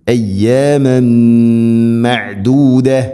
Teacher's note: ഇല്ല അയ്യാമൻ മഅദൂദ, അയ്യാമൻ തൻവീന് ശേഷം മീം, ഇത് ഗംബിഗുന തൻവീനിനെ മീമിലേക്ക് കൂട്ടി ലയിപ്പിച്ച് മണിച്ചുകൊണ്ട് ഉച്ചരിക്കണം